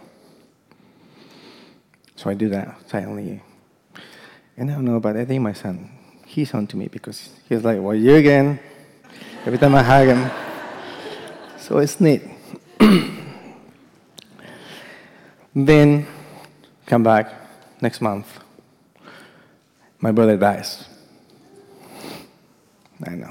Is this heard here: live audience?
yes